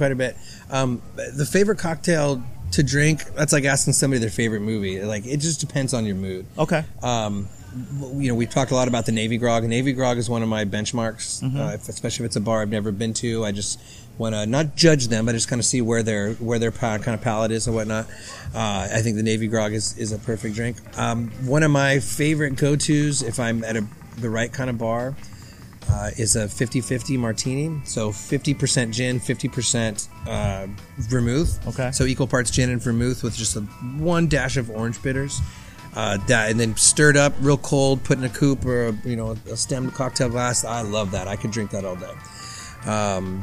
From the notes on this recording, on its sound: Live at Tiki Kon. We recorded this episode at this year's Tiki Kon event.